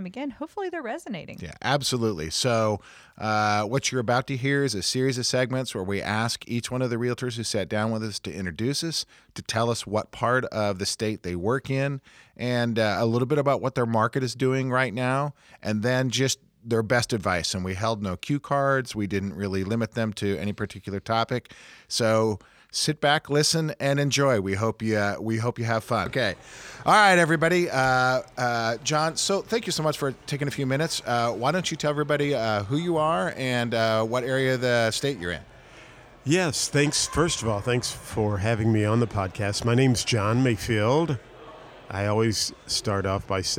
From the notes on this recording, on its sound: took the show on the road to the Missouri Realtors Spring Business Conference